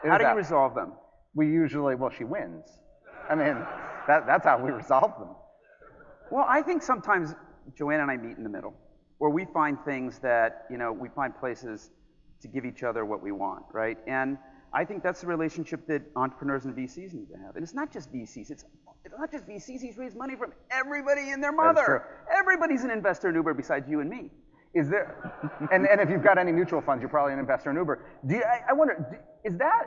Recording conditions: live audience